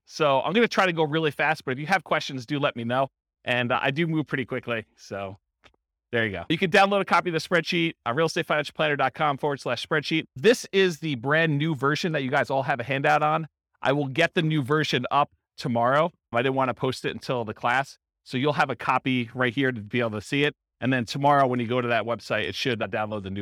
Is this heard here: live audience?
yes